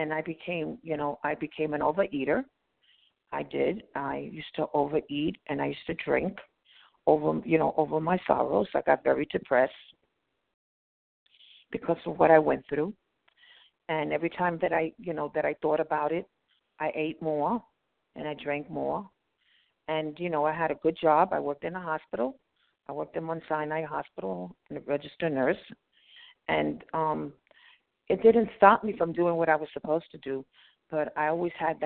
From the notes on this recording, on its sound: From the 100 Pounders Phone Meeting.